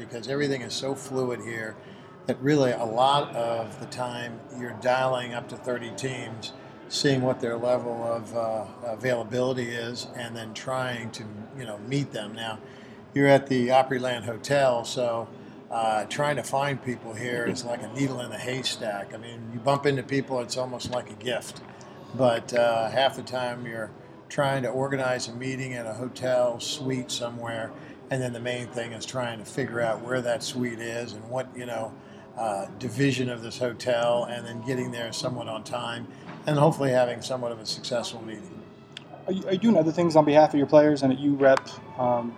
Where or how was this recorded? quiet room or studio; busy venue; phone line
busy venue